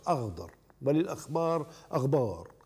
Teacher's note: غير أننا في مصر قد نجعل الخاء غينا فنقول للأخضر أخضر وللأخبار أخبار، وفي السودان نجعل الخاء بدل الحاء أحيانا كما في يخط بدل يحط.